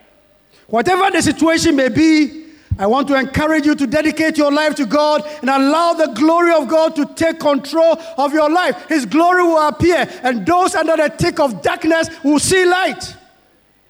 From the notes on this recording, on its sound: Sermon preached at CBC